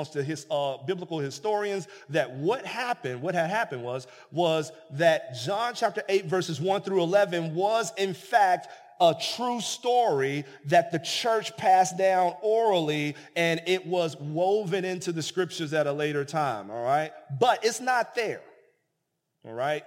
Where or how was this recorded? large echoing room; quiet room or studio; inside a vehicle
large echoing room